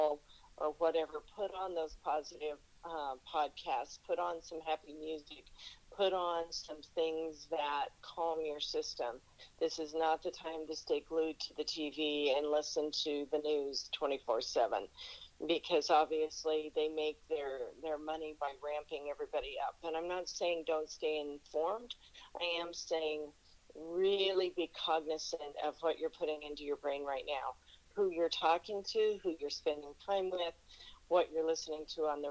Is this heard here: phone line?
yes